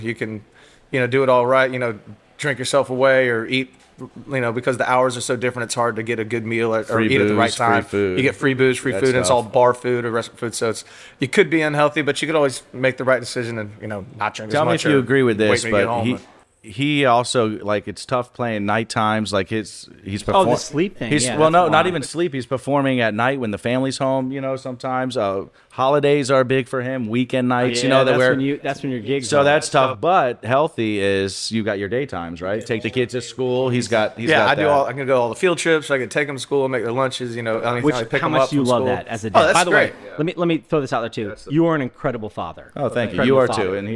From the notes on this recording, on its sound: Join us for a very merry episode live from Lynch's Irish Pub in Jacksonville, Florida.